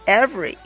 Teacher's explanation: 中间这个 v 后边呢就不用再接一个元音了